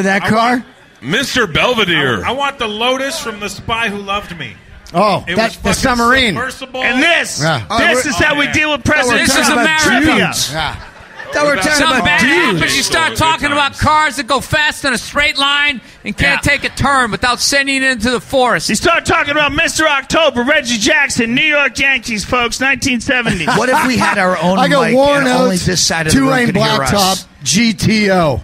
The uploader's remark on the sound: Live from the Comedy Store